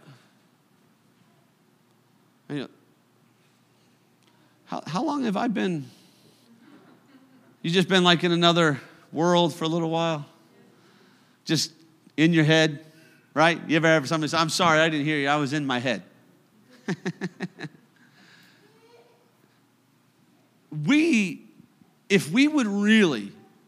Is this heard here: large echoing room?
yes